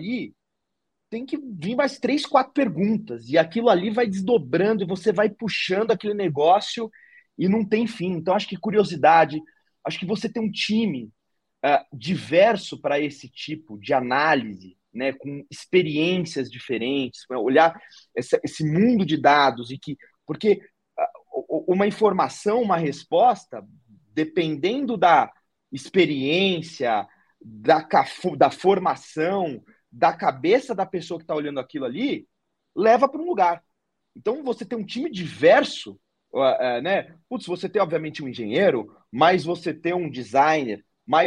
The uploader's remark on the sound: Live Linkedin. Em parceria com o MIT Technology Review Brasil, a Zoox realizou uma live gratuita no LinkedIn.